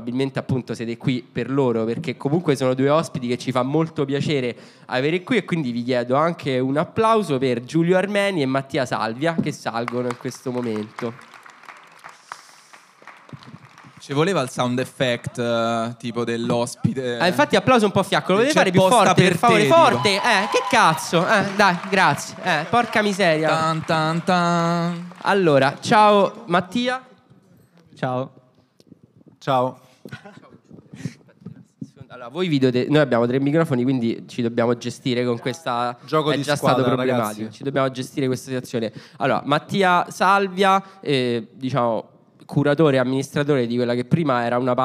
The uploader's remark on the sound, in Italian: puntate registrate live a Bologna lo scorso settembre